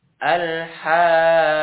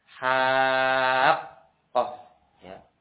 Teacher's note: ukurannya 6 harokat disertai nabr, hentakan suara pada huruf yang bertasydid tersebut